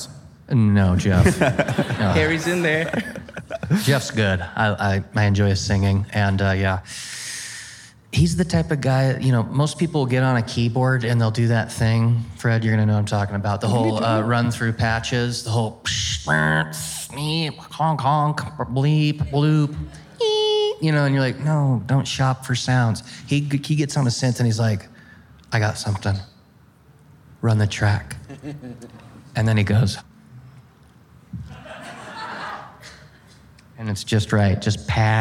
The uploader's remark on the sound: We announced this surprise Talkhouse Podcast live episode at Life is Beautiful less than 45 minutes before it started. By the time the venue where we were recording opened its doors, an impossible line snaked through rows of metal dividers, down the block, and out of sight around the corner.